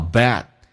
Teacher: bad 的 d 也可发可不发，发出来叫 bad，不发出来气流要阻塞